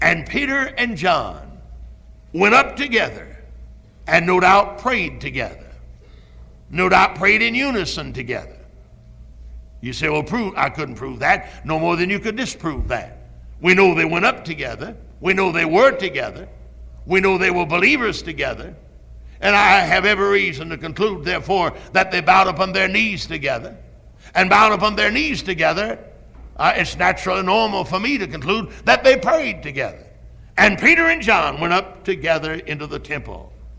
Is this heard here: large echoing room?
yes